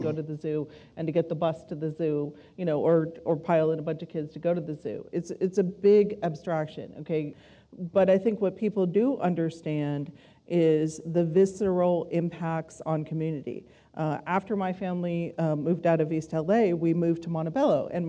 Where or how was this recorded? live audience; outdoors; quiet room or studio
live audience